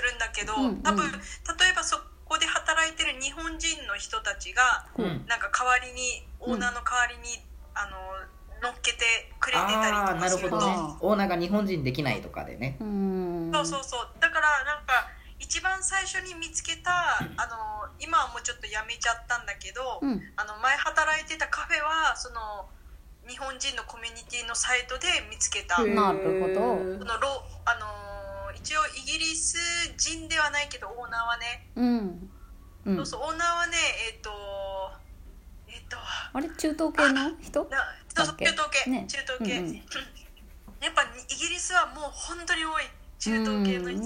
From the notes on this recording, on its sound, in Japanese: LINE電話でのやりとりなので、声が遅れたり音質が悪いことがありますので、ご了承ください。